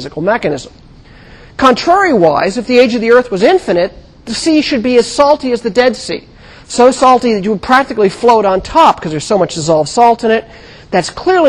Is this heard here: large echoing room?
yes